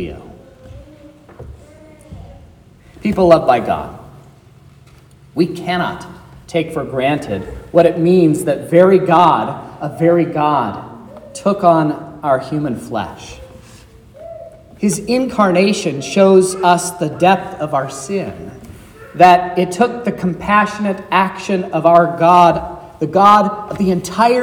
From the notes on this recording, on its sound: This is the sermon preached at Trinity Lutheran Church on Wednesday, December 20th, 2023.